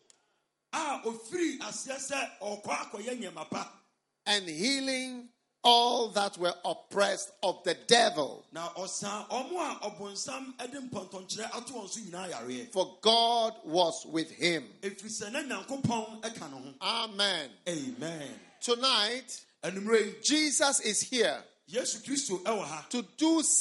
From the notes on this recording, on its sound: Preached at a Healing Jesus Campaign in Drobo, Ghana